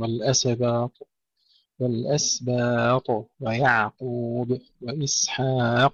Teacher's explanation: السينات فيها همس وصفير والعين فيها رخاوة، انتبه دائما أن أعطي كل ذي حق حقه.